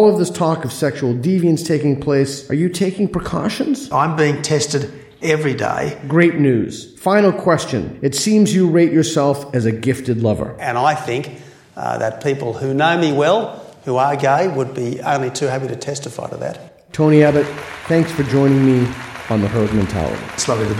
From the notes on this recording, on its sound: In front of a live audience in Sydney.